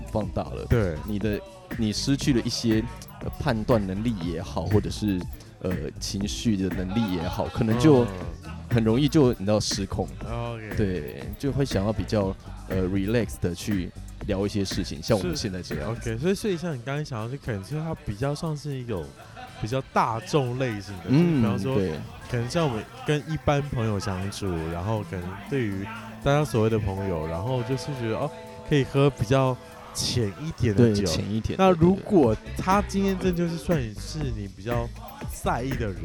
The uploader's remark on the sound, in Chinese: 感謝場地提供╬ Casa Cafe & Bar Taipei (喝了三杯酒) Play ba (喝了一杯酒) #我家 (喝了一杯水)。然後喝太醉竟然忘記按on鈕錄音。